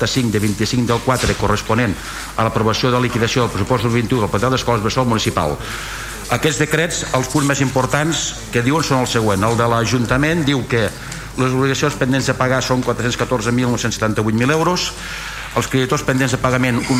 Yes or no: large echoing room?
yes